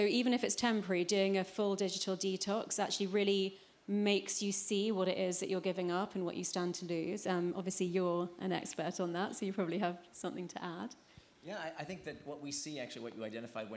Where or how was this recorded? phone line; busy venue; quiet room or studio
busy venue